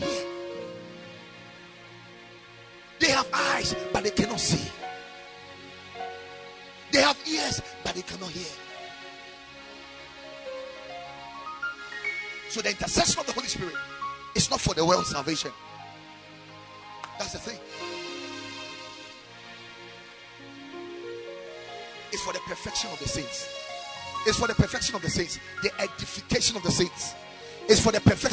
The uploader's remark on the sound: Preached at Ekklesia Chapel